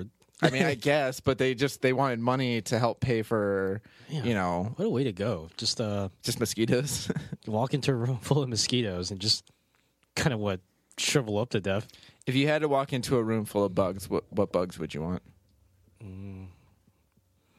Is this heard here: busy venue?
no